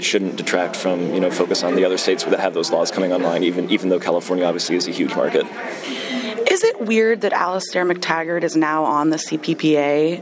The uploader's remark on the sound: Live interviews from the show floor at the IAPP's P.S.R.